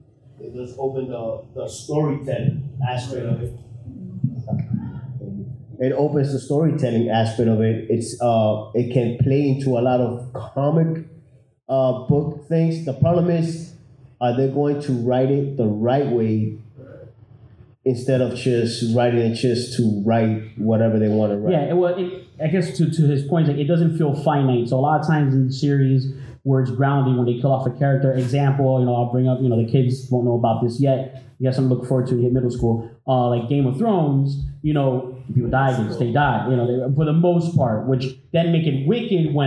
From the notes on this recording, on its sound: MCU/DCEU Discussion at the Sunrise Comic Con 2022.